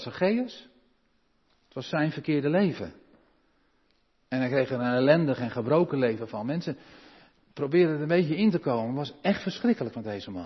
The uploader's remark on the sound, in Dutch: De preek is op 29 januari 2023 opgenomen in de Maranathakerk te Groningen